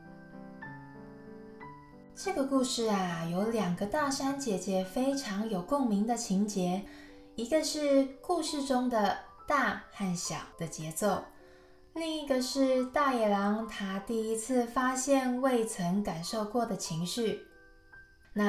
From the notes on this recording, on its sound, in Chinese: 在山上錄音就會把蟬的聲音錄進去。請大貓咪們小貓咪們多包容剪不好的聲音。錄音設備：Zoom l8。